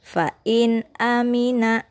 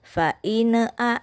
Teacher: nunnya tidak boleh mantul dan tidak boleh ada guna · Shown in: first take · Jadi tidak boleh fa'ina a. · Term: izhar halqi